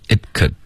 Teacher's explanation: it 的这个 t 爆破呢省略，我们不要爆出来，只要舌尖顶上颚而已。